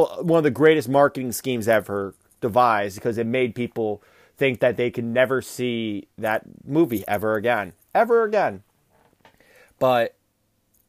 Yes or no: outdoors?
no